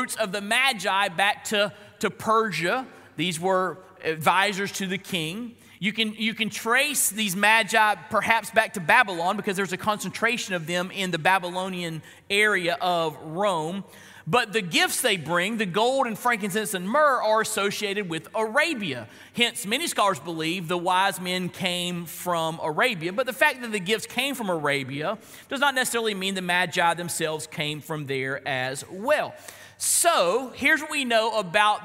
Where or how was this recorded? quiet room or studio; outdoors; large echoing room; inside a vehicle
large echoing room